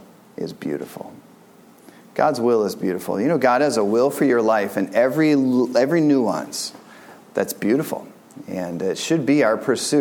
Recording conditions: large echoing room